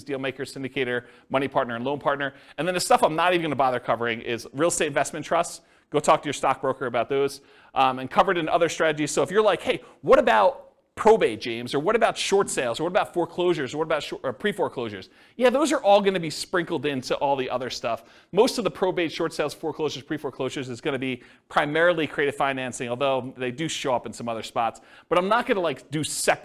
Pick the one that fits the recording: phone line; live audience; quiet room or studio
live audience